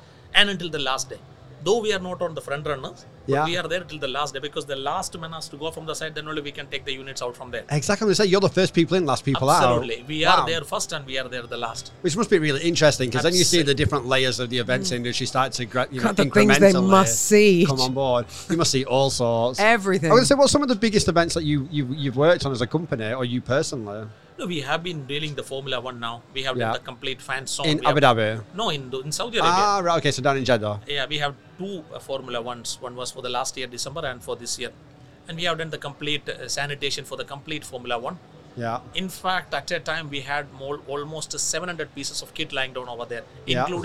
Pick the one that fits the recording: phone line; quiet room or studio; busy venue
busy venue